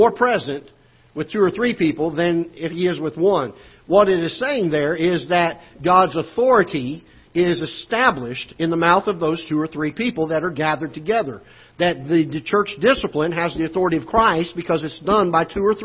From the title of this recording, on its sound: Ketha Heights Baptist Church ~ Live Broadcast